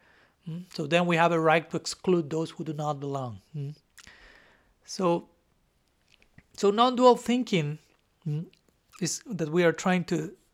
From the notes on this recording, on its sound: Lecture given at Ananda-asrama, North Carolina on January 24, 2023